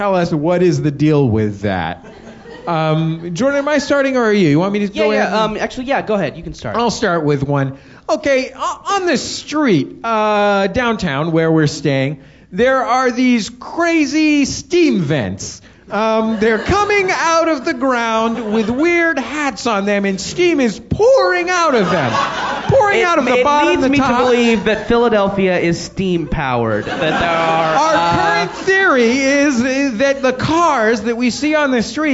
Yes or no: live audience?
yes